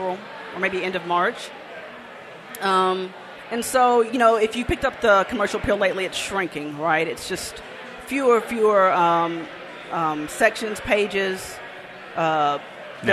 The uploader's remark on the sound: Before a live audience at an OAM Network fundraiser earlier this month.